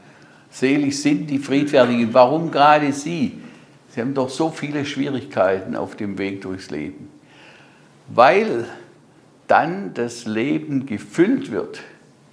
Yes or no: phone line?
no